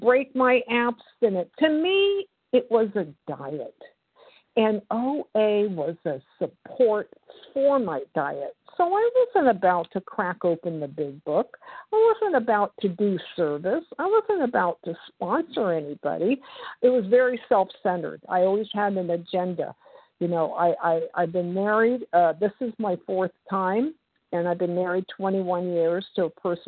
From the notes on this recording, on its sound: from the 100 Pounders Phone Meeting, 3/14/23